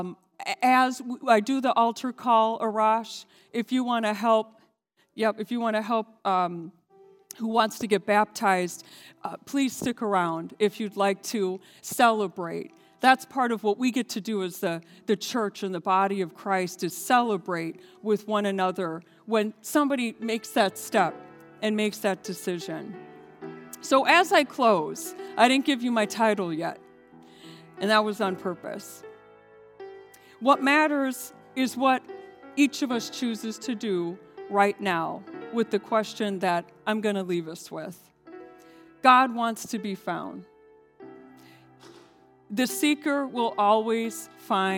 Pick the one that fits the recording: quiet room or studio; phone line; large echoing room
large echoing room